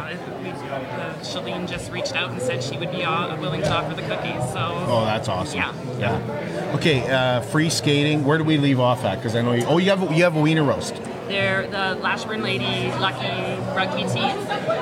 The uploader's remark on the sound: live from the Border City Farmers Christmas Market at the Servus Sports Centre